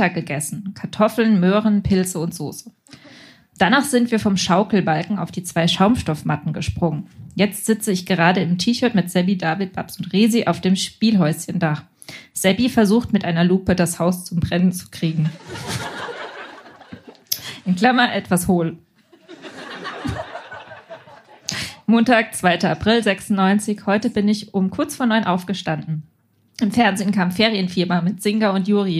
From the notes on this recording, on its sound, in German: Einige Beiträge von unserer Show vom 07.09.2023 im Baergarten des Revier Südost. Unser tolles Publikum vor Ort.